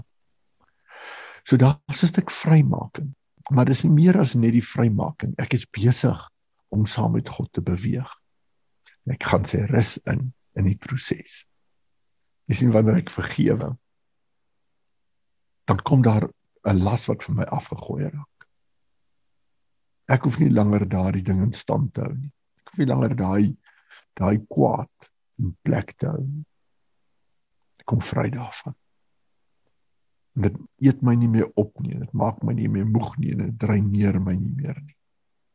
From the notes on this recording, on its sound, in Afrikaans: Manne van die Woord Zoom Byeenkoms 12 Mei 2022